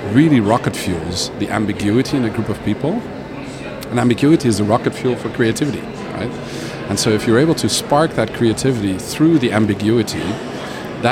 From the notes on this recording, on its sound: Live PODcast recording with special guests onsite at #IMEX23 - Live from IMEX Frankfurt. This onsite series features spontaneous conversations with #IMEX23 visitors, speakers, Event Design Enthusiasts and Certified Event Designers (CED'ers).